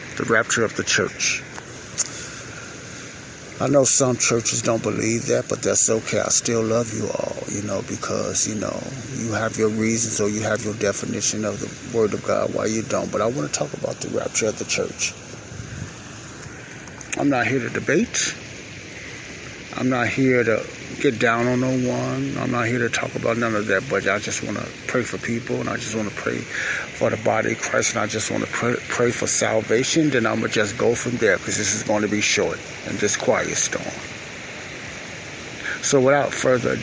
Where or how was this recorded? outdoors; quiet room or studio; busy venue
outdoors